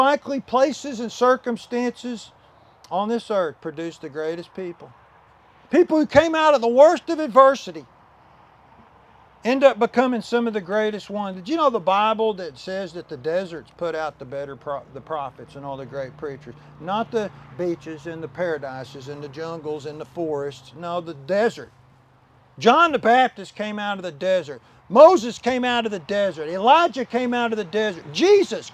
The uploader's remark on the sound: Land Dedication Service - outside at the new Cornerstone Baptist Church property.